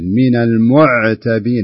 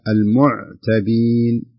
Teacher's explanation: أمسكي العين، لا تخلي يصير فيه شوية نبرة · Shown in: second take